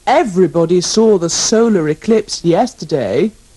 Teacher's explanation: don't pronounce the second E in every